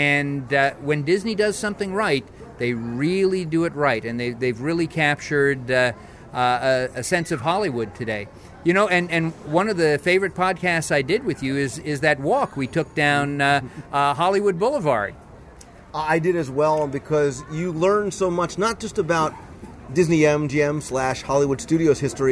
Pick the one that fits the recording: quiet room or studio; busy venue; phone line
busy venue